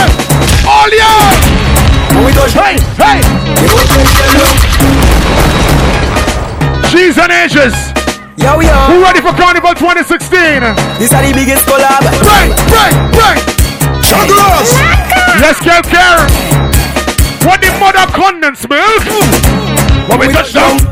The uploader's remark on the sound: LIVE AT DDI